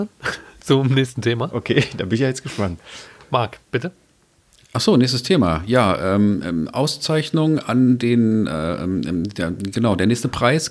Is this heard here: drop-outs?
no